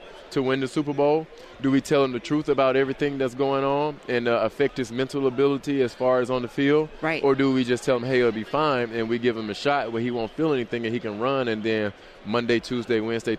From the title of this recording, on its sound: From Radio Row in Atlanta